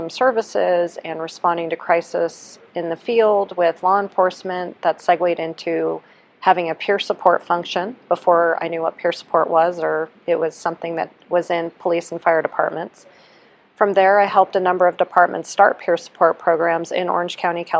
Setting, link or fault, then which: setting, busy venue